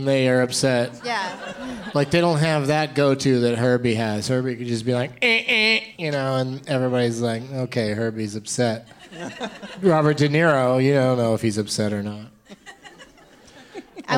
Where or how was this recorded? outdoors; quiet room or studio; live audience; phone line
live audience